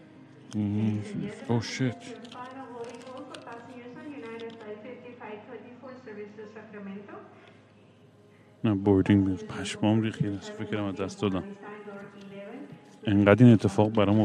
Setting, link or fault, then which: setting, busy venue